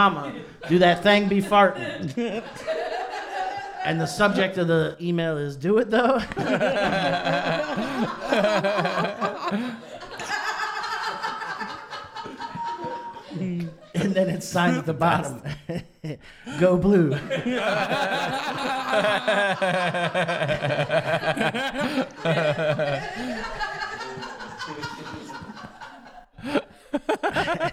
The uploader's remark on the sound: LIVE AT THE 16th ANNUAL CLEVELAND COMEDY FESTIVAL